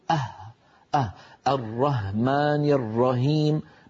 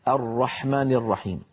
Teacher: كثيرا من الإخوة مثلا الأوروبيين يبدلون الحاء هاء · Shown in: first take